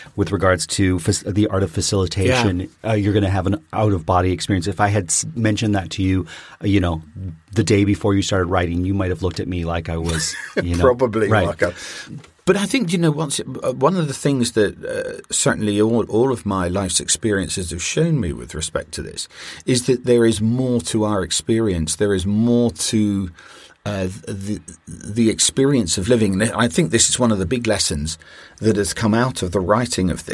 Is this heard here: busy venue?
no